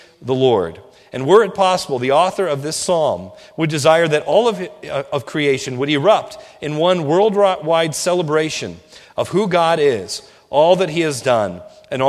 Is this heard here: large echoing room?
yes